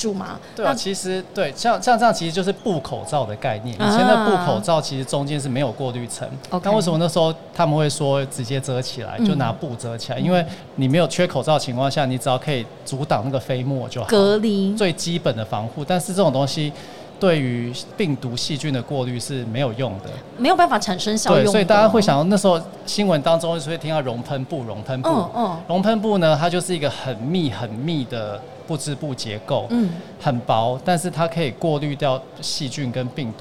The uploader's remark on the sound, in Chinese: 2021 Medical TW特別企劃 Live Podcast